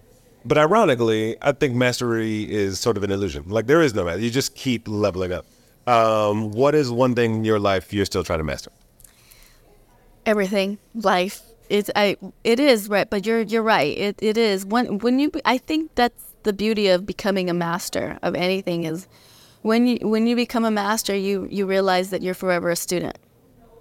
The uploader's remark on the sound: Recorded at VeeCon